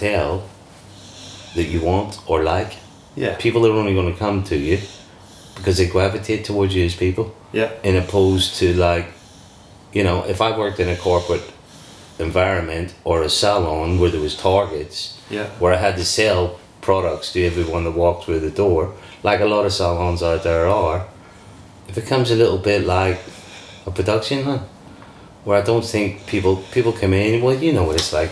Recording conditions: sounds in the background